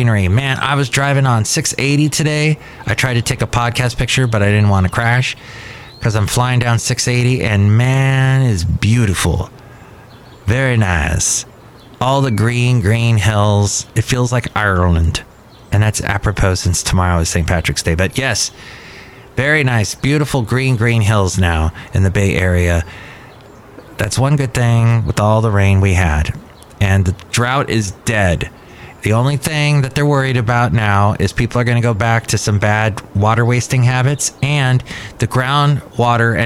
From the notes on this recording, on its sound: podcasts live from Cafe Anyway